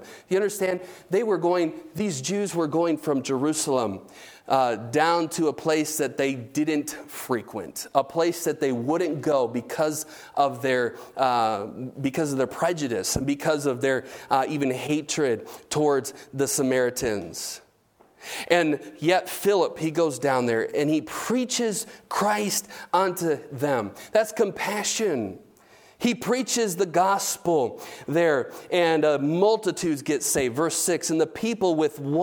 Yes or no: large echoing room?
yes